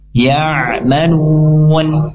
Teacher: Di sini ya bertemu dengan huruf ain yang sukun, maka ain di sini punya sifat layyinah. Layyinah itu artinya dia lunak.